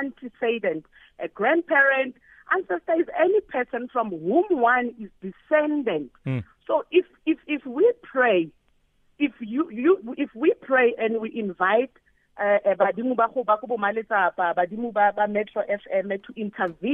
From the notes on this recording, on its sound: PHONE INTERVIEW